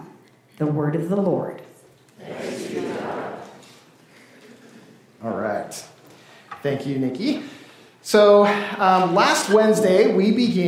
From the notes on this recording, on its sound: This service was recorded during worship on February 18th, 2024.